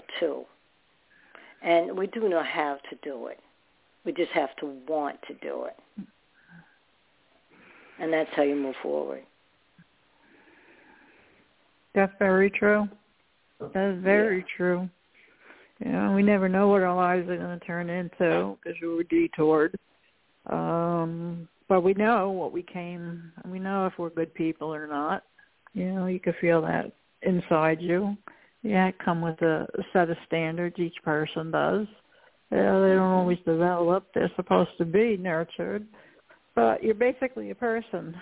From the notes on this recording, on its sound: Those who call in will form a panel